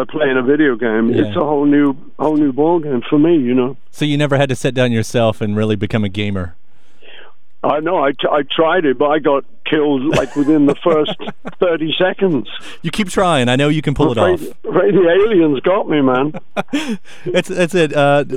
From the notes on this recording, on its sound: On The Phone.